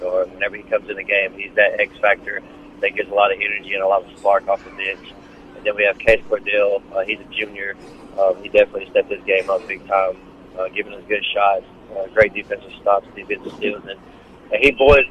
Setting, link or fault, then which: setting, busy venue